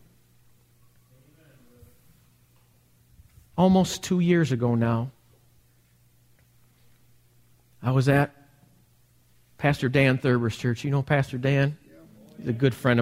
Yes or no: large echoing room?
yes